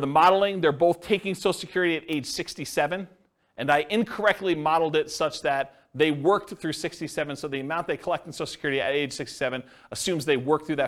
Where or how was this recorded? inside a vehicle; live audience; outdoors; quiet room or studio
live audience